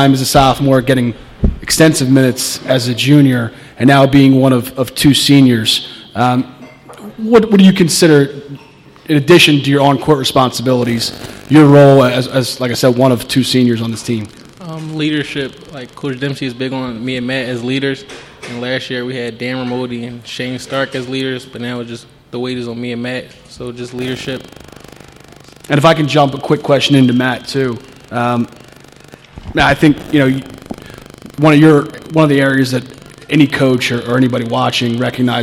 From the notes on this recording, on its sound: We took to the road to Magerks in Fort Washington, for the La Salle Basketball Tip Off Show.